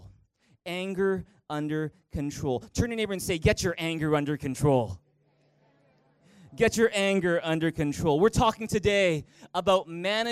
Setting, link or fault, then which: setting, large echoing room